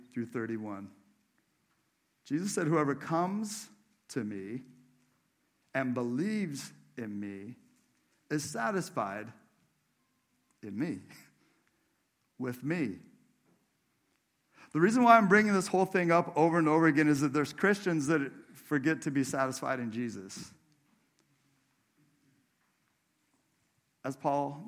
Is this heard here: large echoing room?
yes